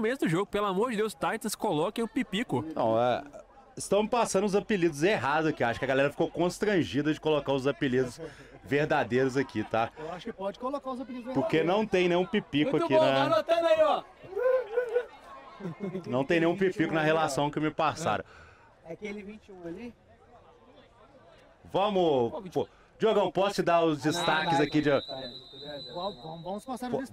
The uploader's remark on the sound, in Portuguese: Este episódio foi gravado em um jogo de futebol americano